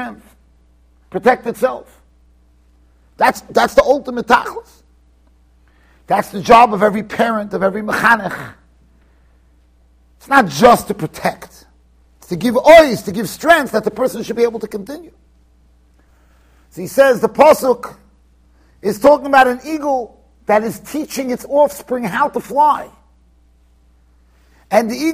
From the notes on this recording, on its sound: Shiur recorded in Yeshivas Ohr Reuven, Monsey NY.